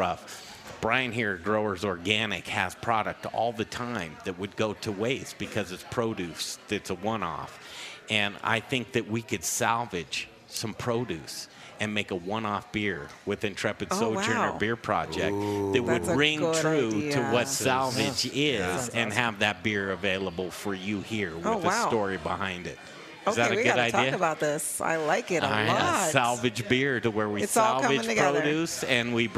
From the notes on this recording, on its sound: We're live from Salvage Restaurant in Aurora!